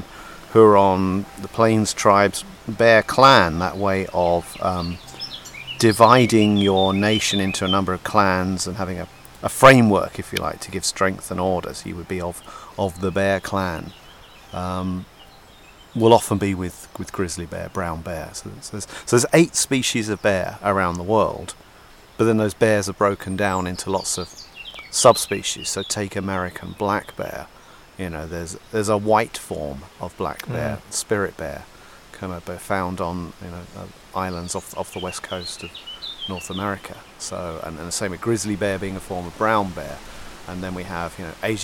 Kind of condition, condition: setting, outdoors